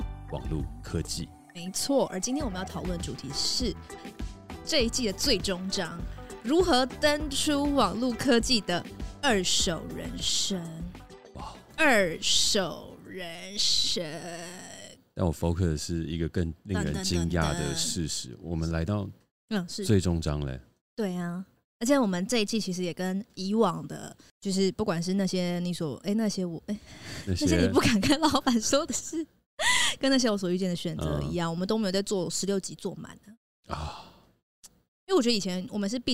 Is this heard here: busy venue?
no